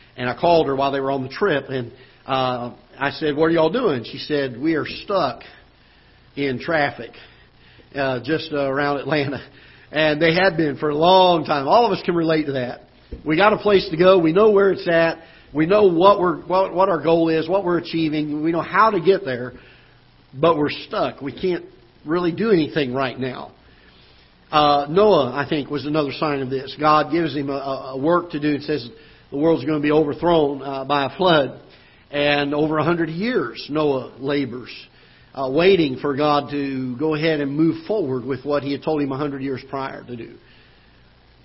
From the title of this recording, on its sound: Ketha Heights Baptist Church ~ Live Broadcast